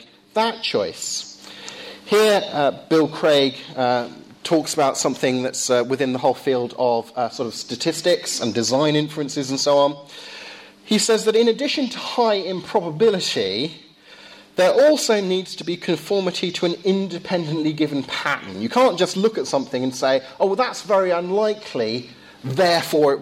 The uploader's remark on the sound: Lecture delivered at Downe House School.